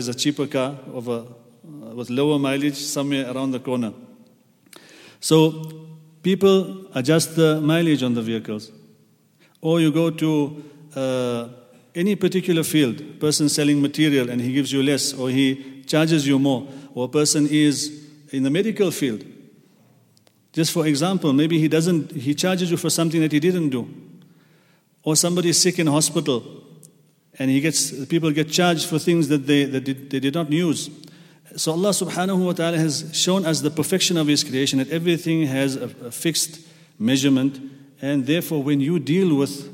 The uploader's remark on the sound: at the Houghton Masjid (West Street)